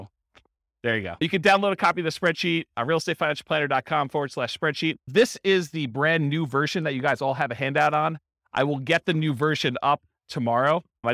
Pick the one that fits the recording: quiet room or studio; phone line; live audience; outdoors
live audience